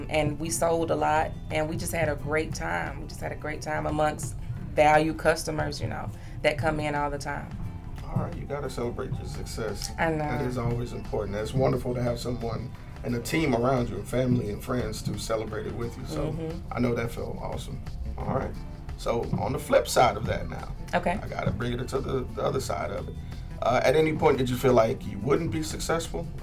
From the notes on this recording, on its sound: We recorded this one at Majority Full Figured Fashion!